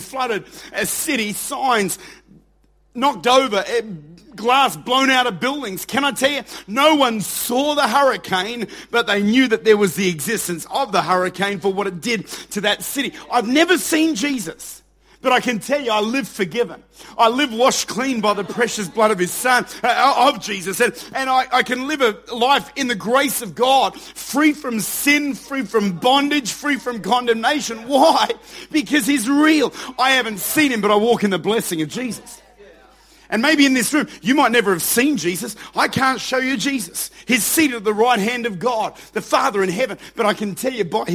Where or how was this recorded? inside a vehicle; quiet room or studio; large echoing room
large echoing room